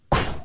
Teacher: 我是嘟嘴发哭，可是嗓子不震动